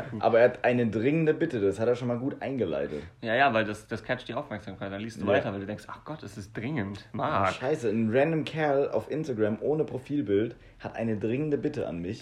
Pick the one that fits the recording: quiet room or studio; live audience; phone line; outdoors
quiet room or studio